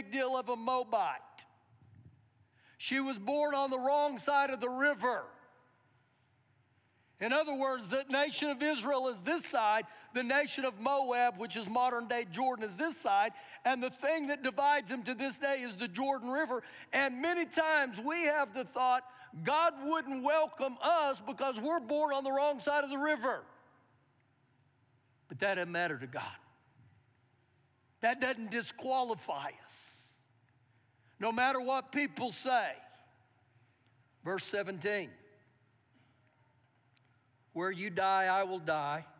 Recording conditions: large echoing room